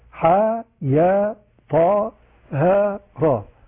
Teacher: يبقى كل واحد من دول يمد بمقدار حركتين، ليس هناك سبب من المد لأن ليس بعده همزة.